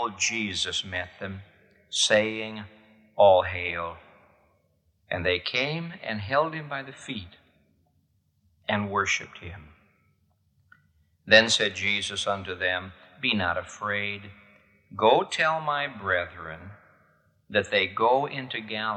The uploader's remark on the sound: This message was preached at the Moody Church in Chicago, IL on April 2, 1978.